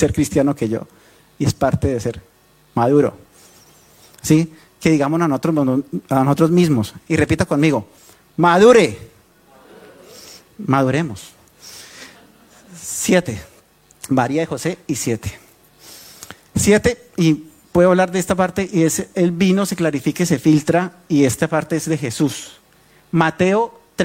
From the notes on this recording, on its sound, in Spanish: Tema originalmente presentado en vivo en la Reunión Familiar de Sydney